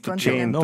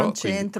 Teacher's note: tradizionalmente centro dal verbo entrarci alla E chiusa